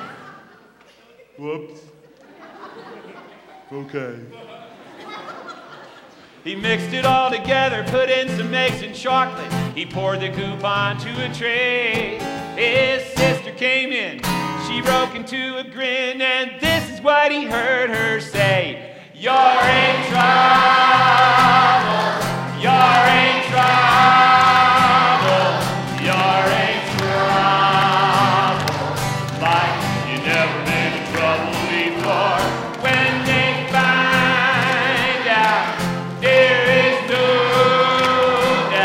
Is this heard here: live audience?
yes